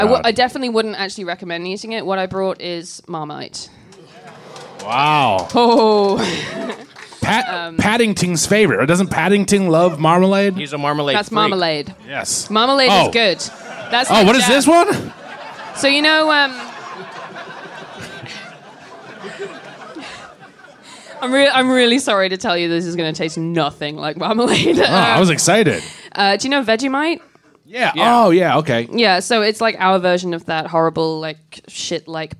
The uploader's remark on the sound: Recorded live at the DC Improv.